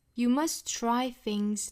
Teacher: 这个 must 尾部特省掉，try things that 尾部特省掉 · Term: 省读